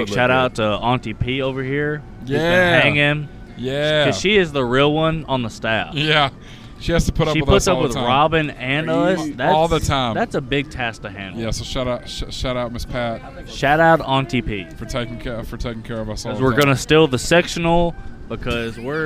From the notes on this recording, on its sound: We were live from Hops today!